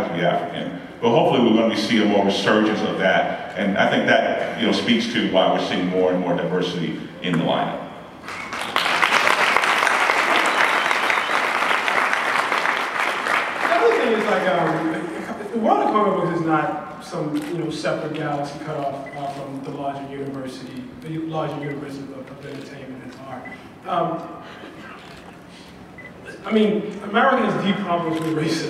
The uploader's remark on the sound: Black Panther NYCC 2016 Panel_1.mp3.